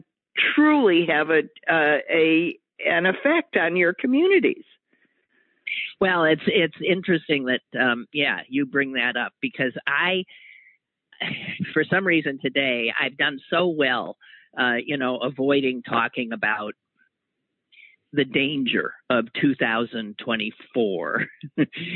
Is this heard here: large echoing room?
no